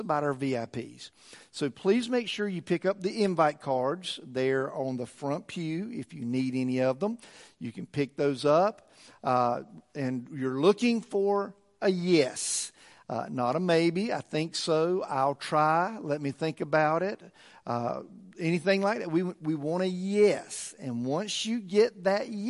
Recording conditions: large echoing room